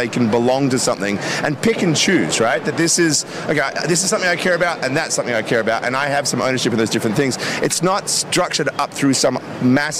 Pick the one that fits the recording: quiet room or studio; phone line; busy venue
busy venue